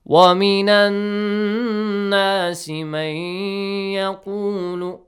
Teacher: noon has tashdeed on the top. You gotta produce a غُنَّة sound or a nasal sound.